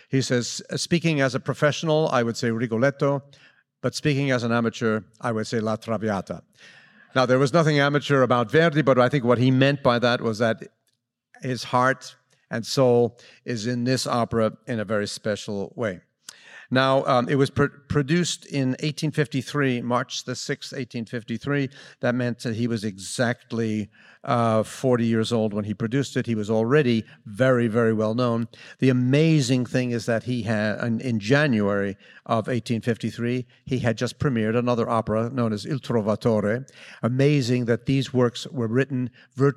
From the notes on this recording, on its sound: LA Opera’s pre-performance lecture on June 1, 2019